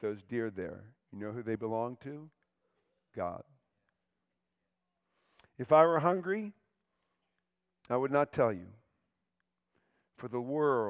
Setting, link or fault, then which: setting, large echoing room